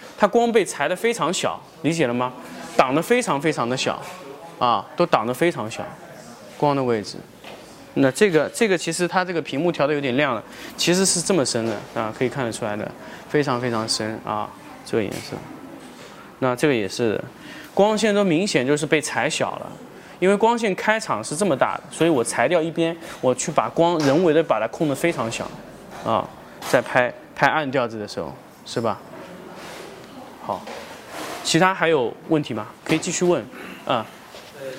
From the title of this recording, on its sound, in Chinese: 成都家具workshop 现场答疑录音